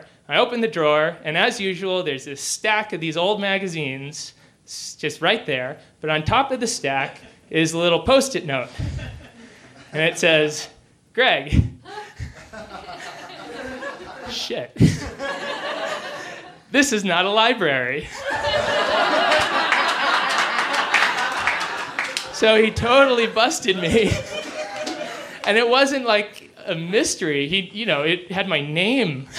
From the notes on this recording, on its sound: He shared this story in front of a live audience at the Deer Pile in Denver, Colorado.